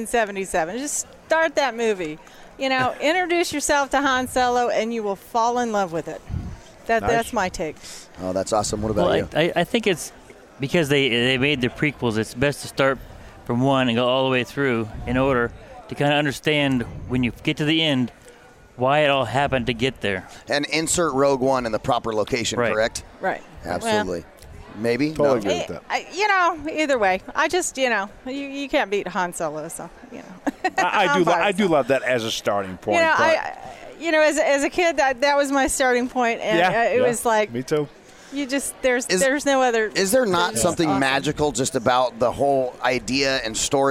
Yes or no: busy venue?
yes